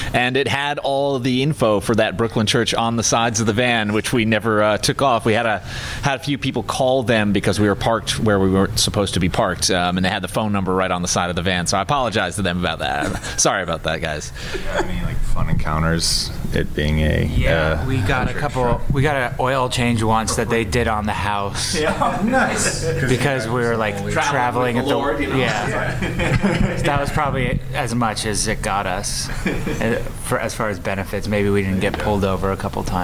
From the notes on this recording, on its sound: Backstage before their sold out show at Chicago&#8217;s Aragon Ballroom. Backstage before their sold out show at Chicago’s Aragon Ballroom.